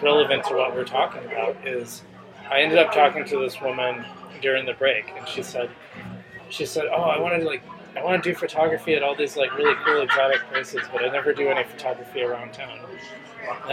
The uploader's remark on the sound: Live at Daly's